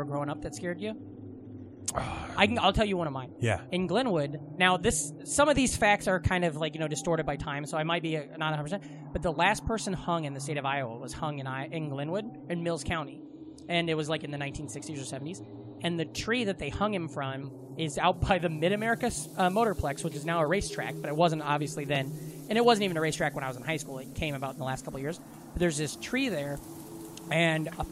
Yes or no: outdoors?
yes